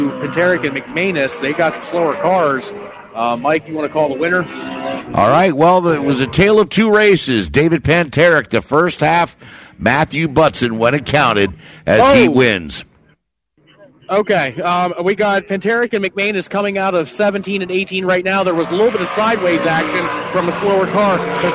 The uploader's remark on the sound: Broadcast the races for the Hoosier Tire SCCA SuperTour Series, held at Pittsburgh International Race Complex just outside the village of Wampum PA. Pittsburgh International Race Complex is an auto racing road course located in Wampum, Pennsylvania.